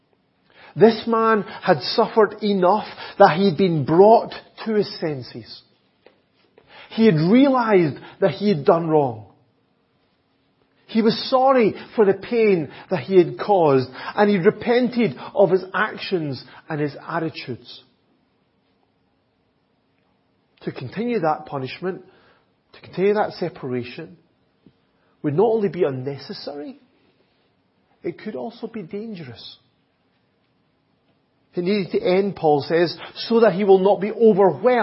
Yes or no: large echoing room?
yes